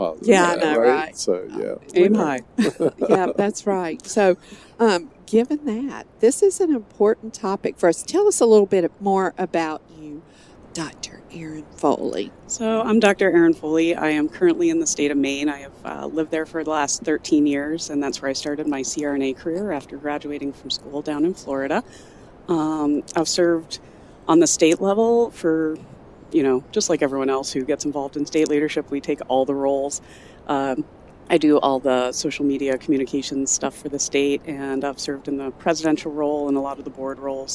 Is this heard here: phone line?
no